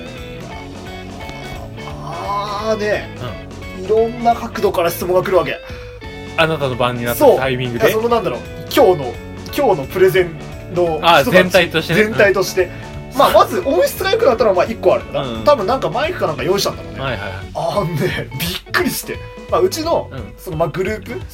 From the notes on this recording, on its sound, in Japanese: 録音機材：iPhone7